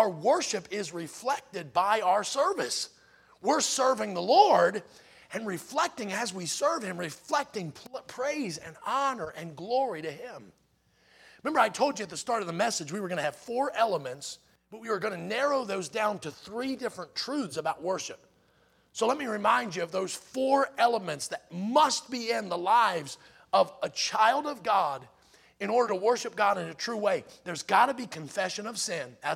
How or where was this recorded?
large echoing room